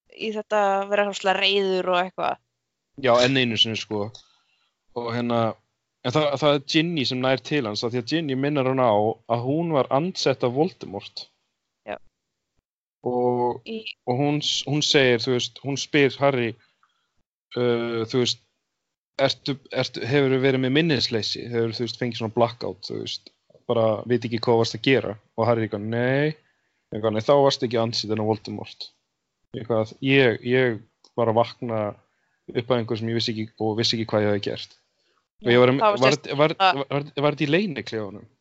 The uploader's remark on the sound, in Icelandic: Með því að hittast á Skype og tala áfram.